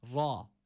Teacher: Ra burada kalın okunması gerekiyor. Üstün bir hareke almış.